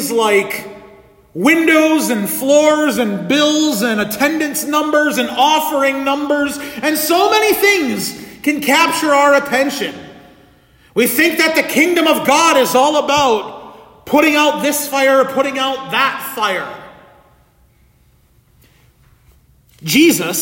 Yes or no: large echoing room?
yes